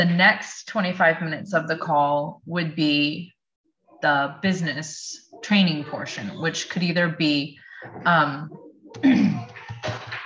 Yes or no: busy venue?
no